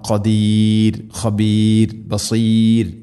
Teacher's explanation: അധികവും തർഖീഖ് അഥവാ റായിനെ നേർപ്പിക്കണം.